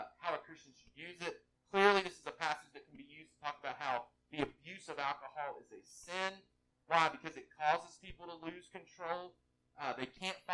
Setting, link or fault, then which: fault, poor sound quality